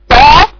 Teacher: كل لسان محاذي لسقف الحنك من اعلى، بحيث يبقى الصوت منحسر قريب جدا من الحنك الاعلى · Term: الإطباق